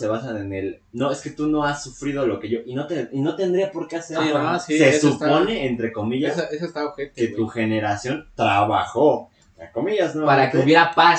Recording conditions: poor sound quality